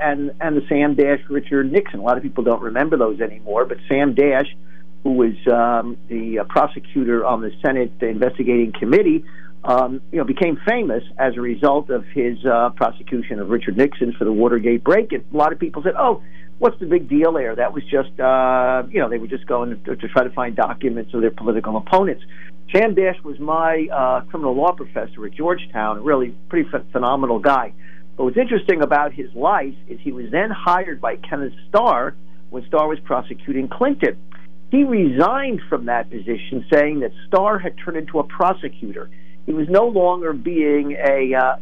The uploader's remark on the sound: During open phones